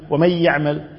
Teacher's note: ما يعطي الغنة حقها حركتين · Term: لحن خفي